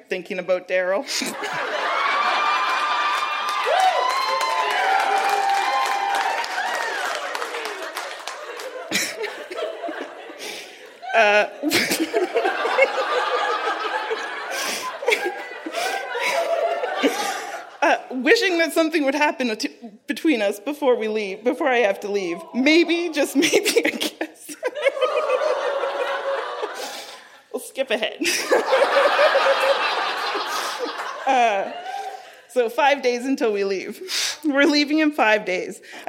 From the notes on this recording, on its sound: Recorded live at the Black Knight in Yellowknife.